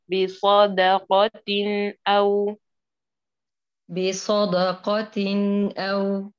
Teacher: لكن الدال تفخمت معي مع الصاد، الدال مرققة والصاد مفخمة